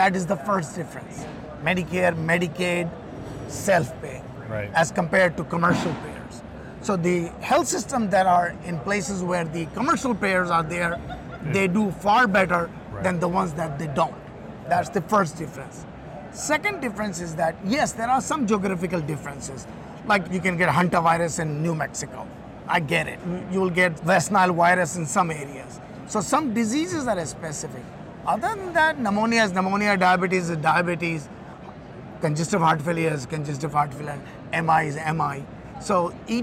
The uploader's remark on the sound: Today on the Conference channel, it’s an Interview in Action live from ViVe 2023.